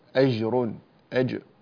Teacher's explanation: ولا تجعلها حرف رخو، أجر أجر الجيم شديدة ومقلقلة